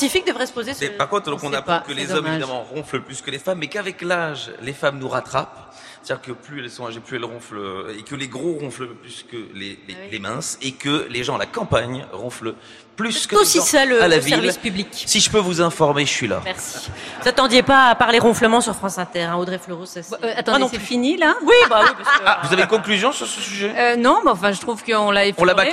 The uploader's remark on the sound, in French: En direct du festival Séries Mania à Lille